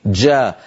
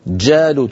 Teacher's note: إلا كلمة جالوت لابد من نطق الشدة، صفة الشدة في الجيم، جا حبس الصوت جالوت، ولا تنطقيها كالعامية جا جالوت، هذه لا تصح.